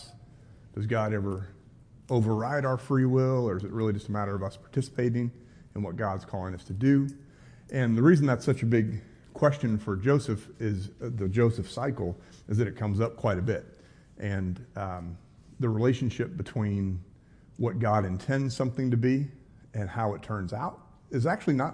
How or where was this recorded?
live audience